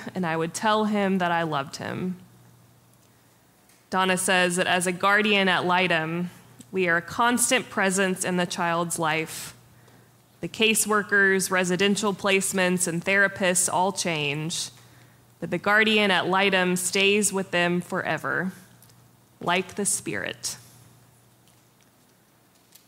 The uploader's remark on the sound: Preached on May 14, 2023 for our MorningSong Worship Service.